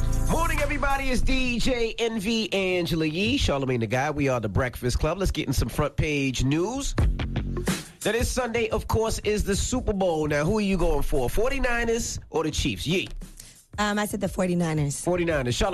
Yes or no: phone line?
yes